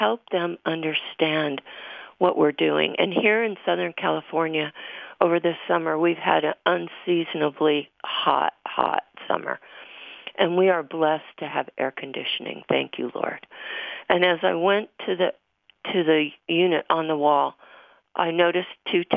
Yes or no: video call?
no